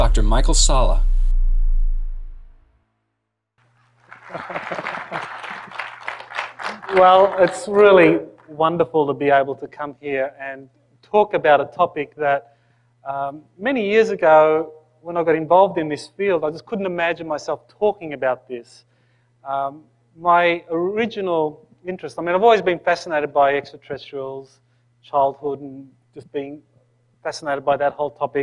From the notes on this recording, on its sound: In this video recording from the January 2010 Earth Transformation Conference held on the Big Island of Hawaii